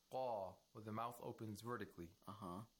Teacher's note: With the mouth opening vertically while pronouncing the qaf. And the back of tongue, the root of the tongue is raised. · Term: tafkhim